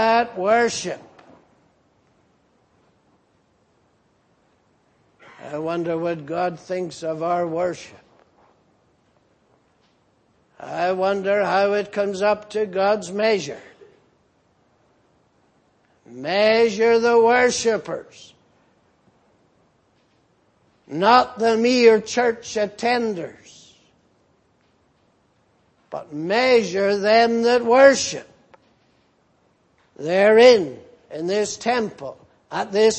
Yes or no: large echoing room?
yes